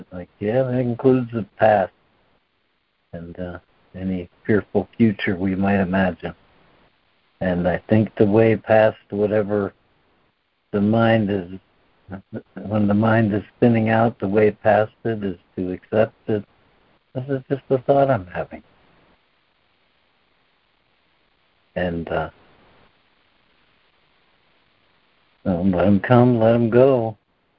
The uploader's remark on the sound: ACIM Daily Conference Call.